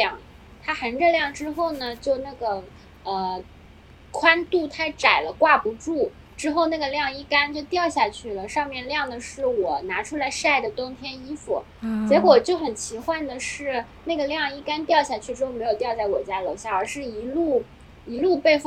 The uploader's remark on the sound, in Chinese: 与我们远程连线，带我们在上海迷人的街道与社区中完成了一场漫长的即兴行走和聊天。本期节目是我们第一次尝试室外录制，音效不是很理想。